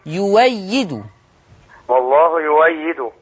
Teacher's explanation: يبدل الهمز المفتوح واو مفتوحة · Term: بالإبدال